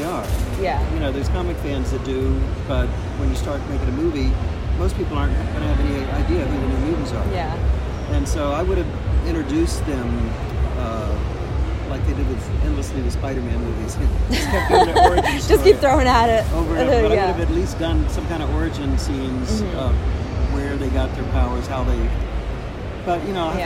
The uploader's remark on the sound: Recorded this interview the Geek Chic Elite back in May 2018 at Wizard World Philadelphia.